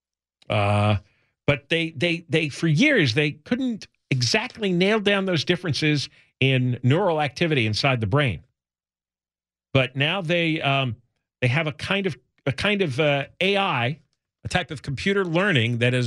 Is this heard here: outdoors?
no